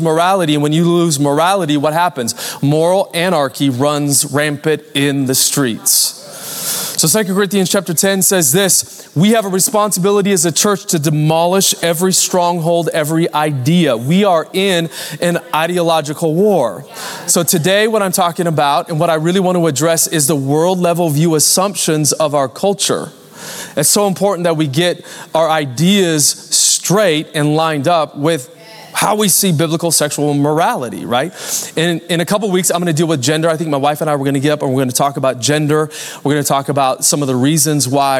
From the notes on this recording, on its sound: Recorded Live at Capital Church Meridian, Idaho